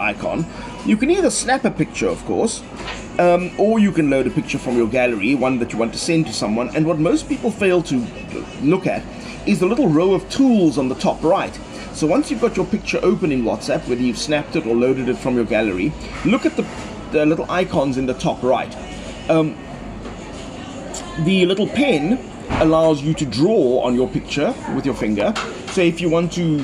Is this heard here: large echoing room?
no